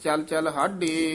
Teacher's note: ਇਹਨੂੰ ਹਾਂਡੇ ਨਹੀਂ ਕਹਿਣਾ, ਬਿੰਦੀ ਤੋਂ ਰਹਿਤ ਹੀ ਉਚਾਰਨ ਕਰਨਾ ਢੱਡੇ ਦੇ ਨਾਲ।